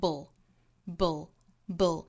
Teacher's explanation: Noble 里面包含了一个辅音连缀，就是尾部一个音节哈。B 和 L B B 这个爆破音和舌侧音 L 组合在一起，辅音连缀，同时也是舌边爆破，发成 bull bullbull。在发的时候要注意上下嘴唇抿在一起发 B 的同时，舌尖去抵上齿龈发舌侧音的 L，所以这两个动作同时摆出来发这个舌边爆破